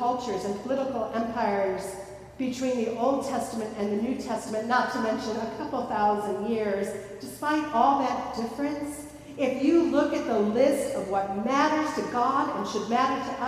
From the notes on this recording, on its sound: Recorded at Fairmount Presbyterian Church in Cleveland Heights, Ohio.